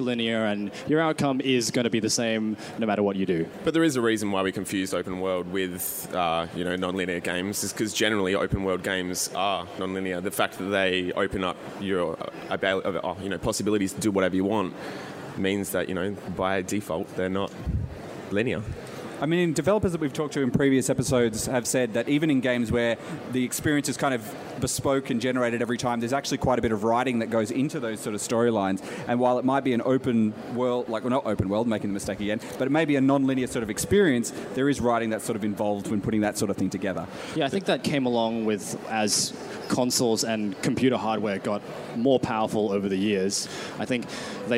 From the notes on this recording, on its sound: Live at Oz-Comic Con 2016. It's our extended LIVE episode from Perth's Oz Comic Con!